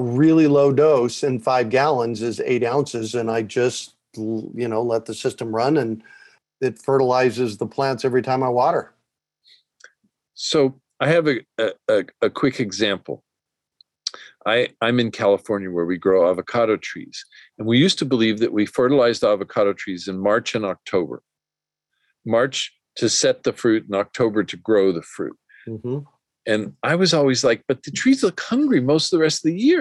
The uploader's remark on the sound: A relaxed conversation in a Zoom room. They answer questions from the live listening audience.